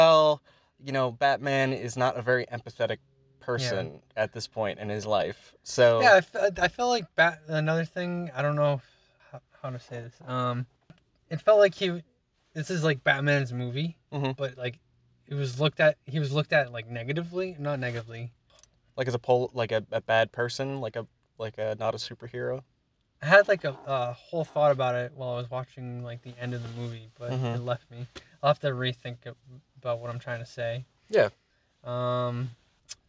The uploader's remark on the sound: We review the batman movie in my car after just watching it in theaters.